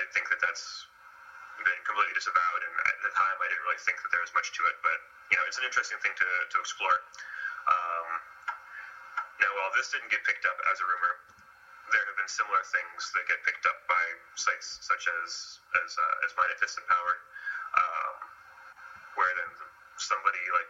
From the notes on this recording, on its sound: I APOLOGIZE FOR THE TECH DIFFICULTIES AND POOR AUDIO